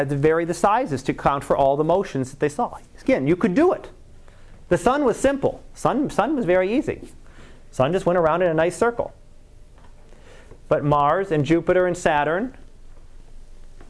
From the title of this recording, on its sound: Live Class Lecture